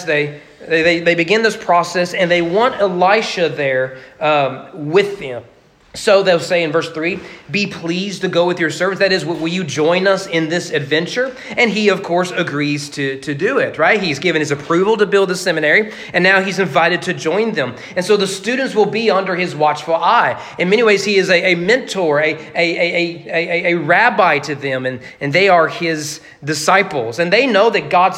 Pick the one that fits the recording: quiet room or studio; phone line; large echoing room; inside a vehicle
large echoing room